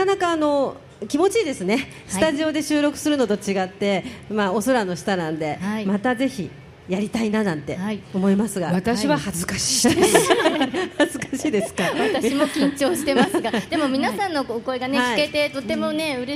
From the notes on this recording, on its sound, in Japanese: 今回は録って出しです。松戸まつり2日目に、伊勢丹通り特設会場で公開収録を行いました。沿道の親子のスパイシーパスタを交換しにしに行ったりのハプニングもあり、楽しい公開収録でした。